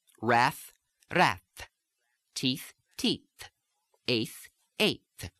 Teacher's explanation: And let's just give a few examples of these THs at the ends. You tend to have a little bit more of the fricative sound at the ends.